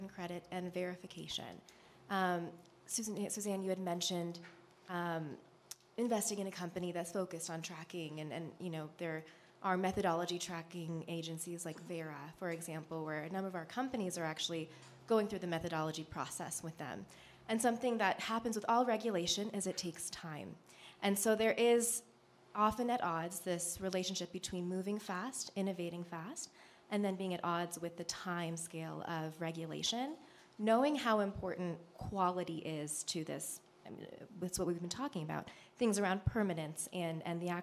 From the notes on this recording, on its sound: This is the full audio of the session at the World Economic Forum's Annual Meeting 2023.